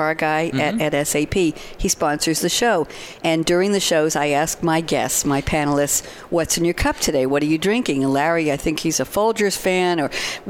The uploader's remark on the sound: Live from Sap Sapphire Now 2017